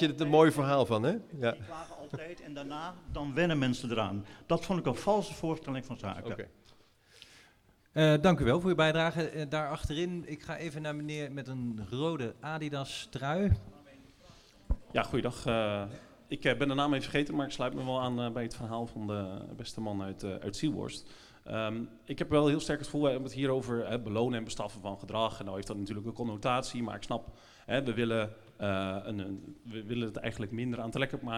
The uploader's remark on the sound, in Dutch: Integrale opname van de gespreksavond over het aanstaande referendum over het parkeerbeleid in Amersfoort die Nieuwsplein33 hield op 8 november in het Eemhuis.